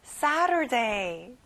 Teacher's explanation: 앞에 새 강세를 두고요. T 발음은 안 나요.